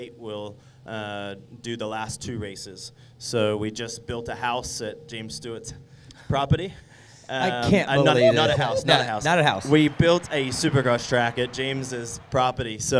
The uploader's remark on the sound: Go live from the 2023 Vurb Classic at NxtLvl101.